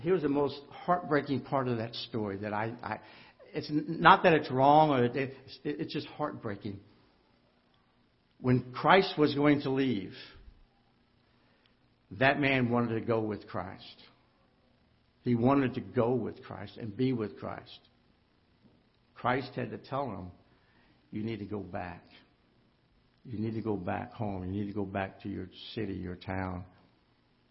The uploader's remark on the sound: Ketha Heights Baptist Church ~ Live Broadcast